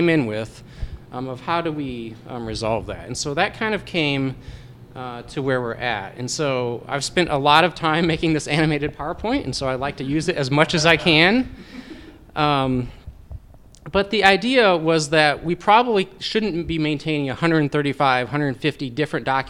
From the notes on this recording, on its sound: This is a live podcast from Strong Indy's first 'Fireside Chat' at the Tube Factory Artspace.